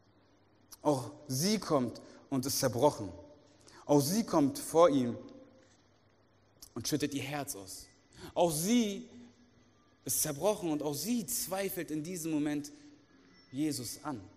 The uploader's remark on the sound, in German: aus unserem Gottesdienst